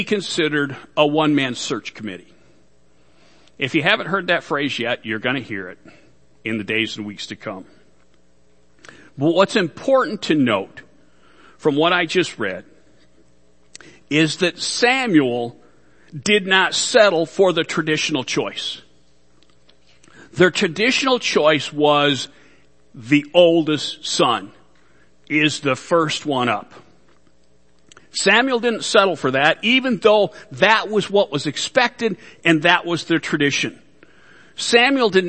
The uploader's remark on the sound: Worship Service